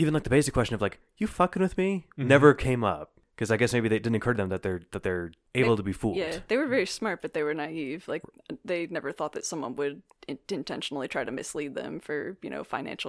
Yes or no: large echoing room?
no